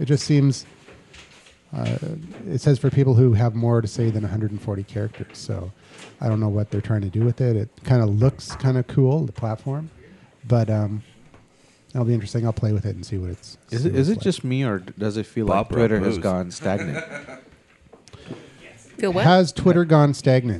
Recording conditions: live audience